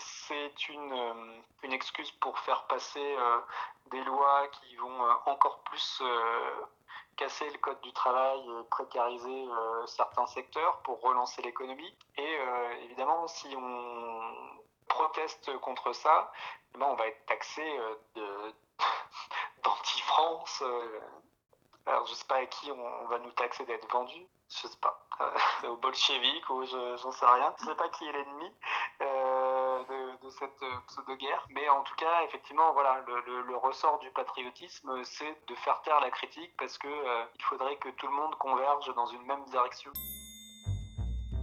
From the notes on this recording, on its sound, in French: il et elle racontent au téléphone